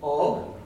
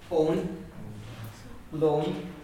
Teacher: if the long O comes beside an N or an M, it's in Ulster, it's a closed O · Shown in: second take